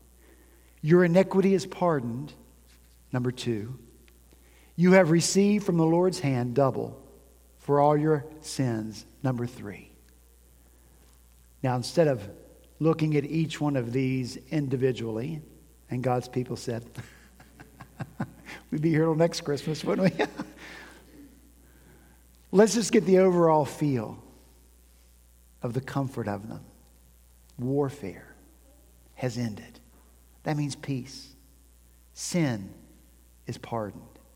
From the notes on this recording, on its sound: At Redeemer Presbyterian Church in Charleston, SC